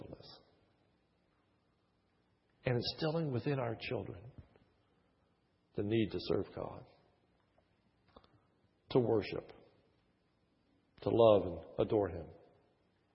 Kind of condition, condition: setting, large echoing room